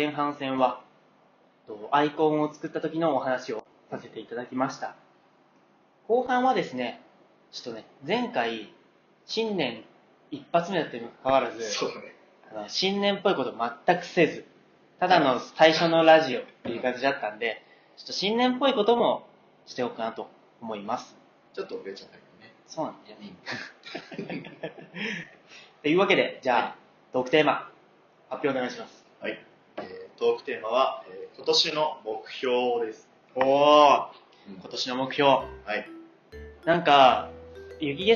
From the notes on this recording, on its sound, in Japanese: 音量の調節・音質・録音機材の関係でプツプツと音が切れたりとめちゃくちゃ音声がイマイチで申し訳ありません。録音機材を早急に新調したいと思います。